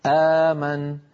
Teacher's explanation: فإن الوترين الصوتيين يكونان ملتصقان ثم يبتعدين · Term: الهمزة المتحركة